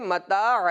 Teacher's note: ये आइन जो है وسط حلق سے ادا ہوتا ہے، اس کا بھی خاص خیال رکھنا ہے۔